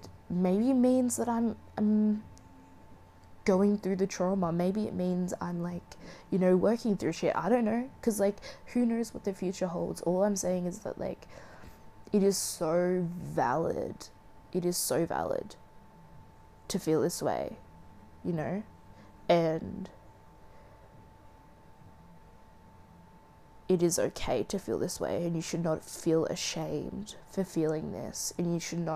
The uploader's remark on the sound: sat in a dark room with the ambient noises of my heater